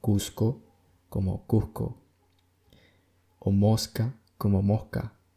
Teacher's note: se produce un llamado debilitamiento de este fonema, que se nota mediante la aspiración preconsonántica, o sea, la famosa pronunciación de Cusco como Cusco o Mosca como Mosca.